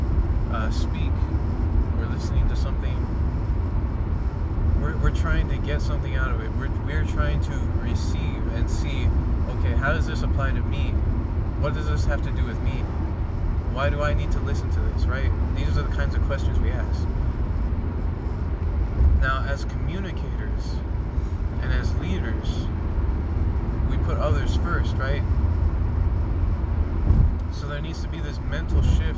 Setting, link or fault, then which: fault, background noise